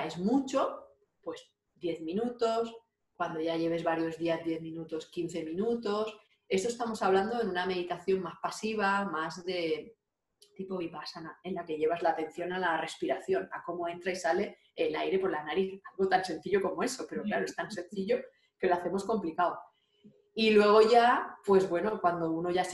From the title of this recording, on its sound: Zoom Session